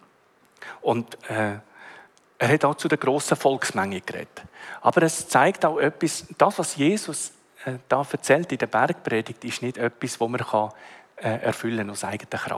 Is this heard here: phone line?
no